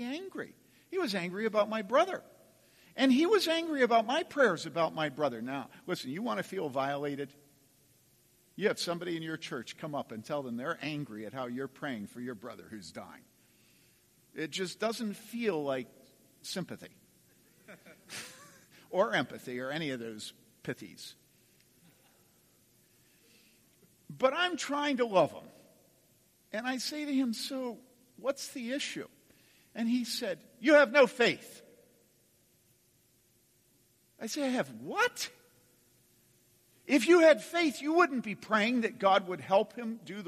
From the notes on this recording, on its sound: From the 2015 Clearnote Pastors Conference.